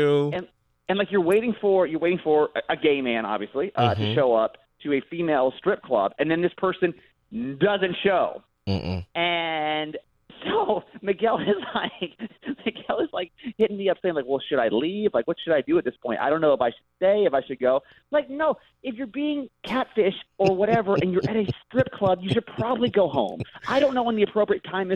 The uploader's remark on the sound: A very special guest star who joins us on the phone from San Diego.